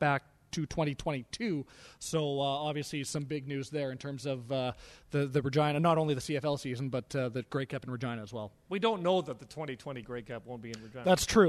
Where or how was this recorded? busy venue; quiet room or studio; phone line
busy venue